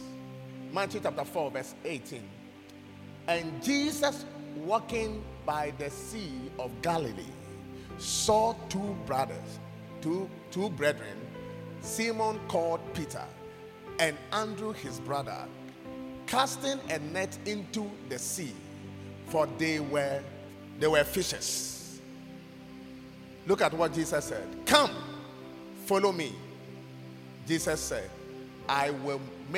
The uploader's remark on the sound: Preached at God's Haven Ministries, The Purpose Assembly on Sunday 17th September, 2023.